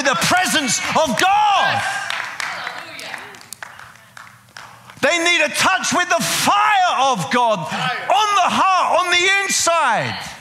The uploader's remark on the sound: preaching at a CCF Ministries in Lowell